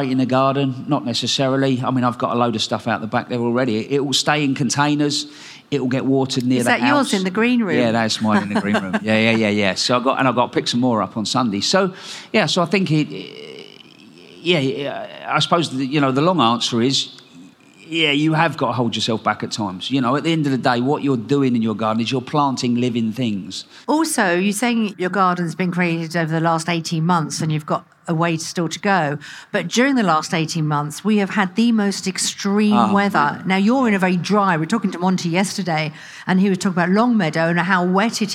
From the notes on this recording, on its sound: Recorded at BBC Gardeners’ World Live